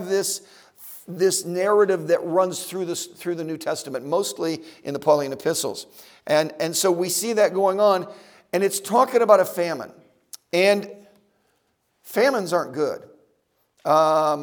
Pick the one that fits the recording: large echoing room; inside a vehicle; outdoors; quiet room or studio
large echoing room